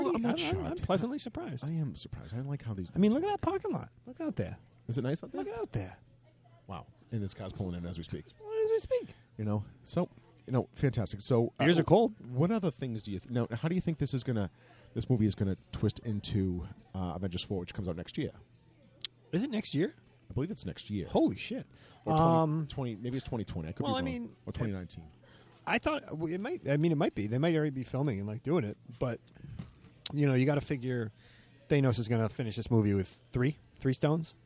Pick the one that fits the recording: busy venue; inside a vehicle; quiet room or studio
busy venue